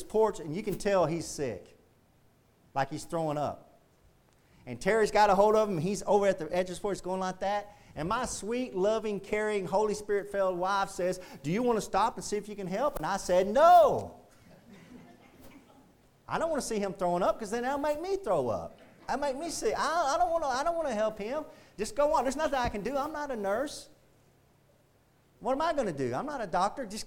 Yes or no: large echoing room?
yes